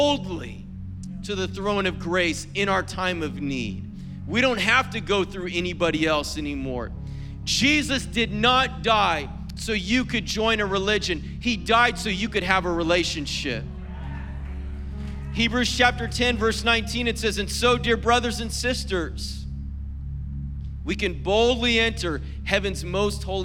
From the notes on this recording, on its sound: was preached on April 15th at the 7PM service